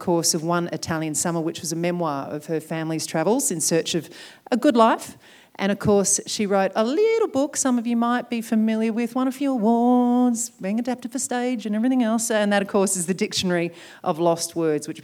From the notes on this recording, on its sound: Recorded at the Marion Cultural Centre. In front of a full house.